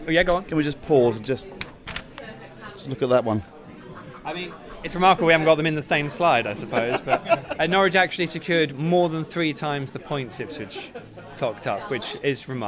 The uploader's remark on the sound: The PinkUn Show 178 is LIVE from The Woolpack. All Canaries supporters are welcome every week to pop along to the pub and have their say live on the show.